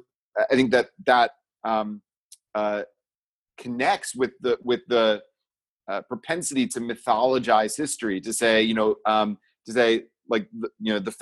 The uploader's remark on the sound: Recorded at Temple Beth-El’s virtual Shabbat morning gathering. Is recorded during virtual gatherings of Temple Beth-El in Richmond, Virginia.